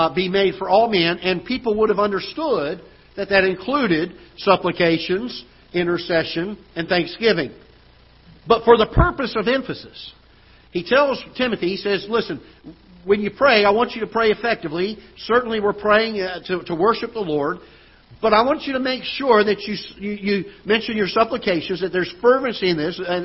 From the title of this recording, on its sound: Ketha Heights Baptist Church ~ Live Broadcast